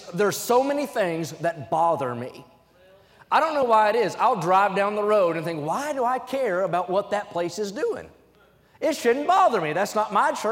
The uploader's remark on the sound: during the Wednesday Evening service on April 12, 2023, at North Valley Baptist Church in Santa Clara, California